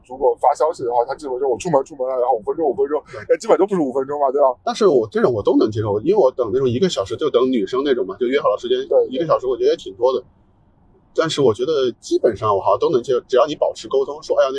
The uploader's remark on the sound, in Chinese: 本期为户外录音，音质不佳敬请谅解。